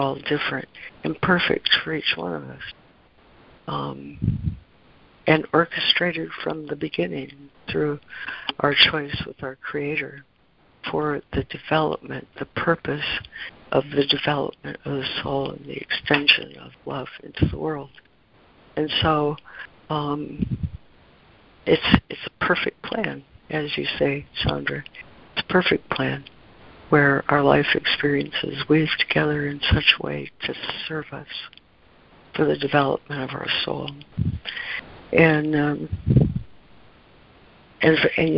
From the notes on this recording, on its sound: ACIM Daily Conference Call